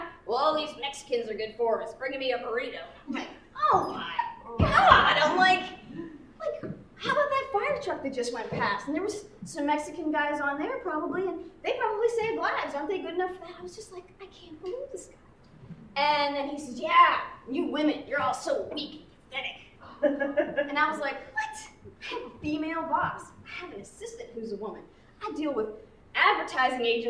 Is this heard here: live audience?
yes